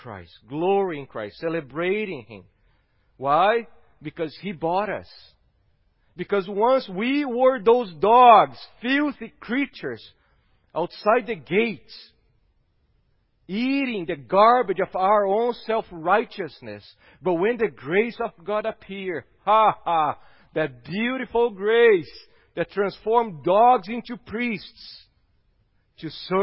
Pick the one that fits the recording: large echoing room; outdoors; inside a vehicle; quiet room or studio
large echoing room